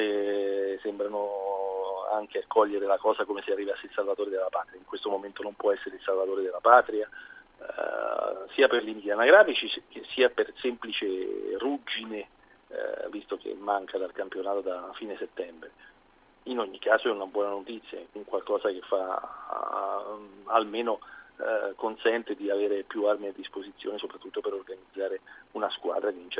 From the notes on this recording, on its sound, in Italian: In collegamento da Perugia per Perugia-Livorno. Ospite al telefono.